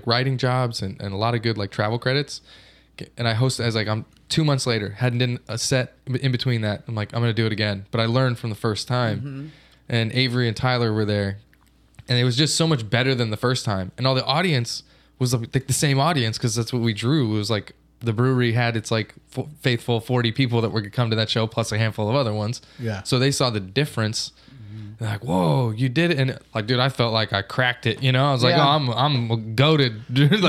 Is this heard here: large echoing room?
no